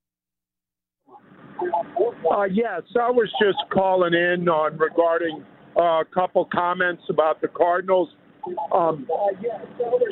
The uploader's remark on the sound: Opens up the phone lines to take your calls on the Cardinals.